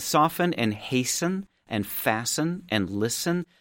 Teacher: soften and hasten and fasten and listen, they all have those T's, those medial T's that have been dropped